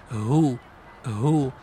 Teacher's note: it's supposed to have what I like to call as an air component, meaning air comes out of your mouth, and a sound component, a sound that comes out of your throat by the chest area.